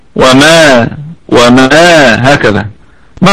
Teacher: حرف عطف مبني على الفتح وقلنا ما نافية نافية حرف مرقق الميم فيه في الدرجة الخامسة من درجات الغنة ونقف عليه بالمد الطبيعي